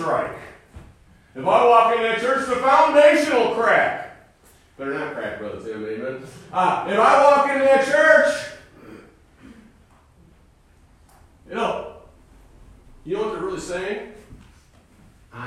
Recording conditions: large echoing room